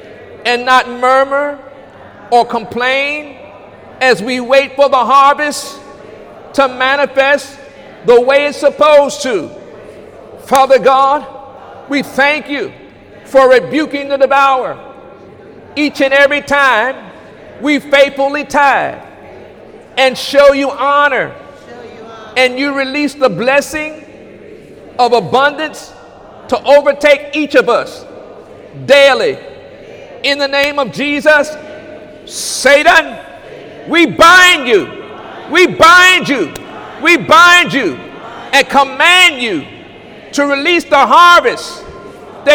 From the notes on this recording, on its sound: During Sunday morning service on August 26, 2018